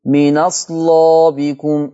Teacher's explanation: هنقل فتحة الهمزة ووديها على النون فتبقى من أصلابكم